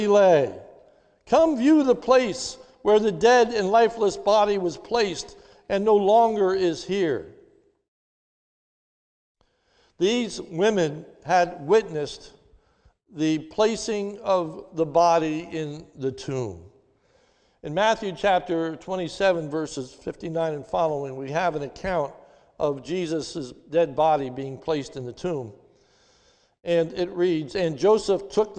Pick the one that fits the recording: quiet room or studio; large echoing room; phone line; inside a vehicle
large echoing room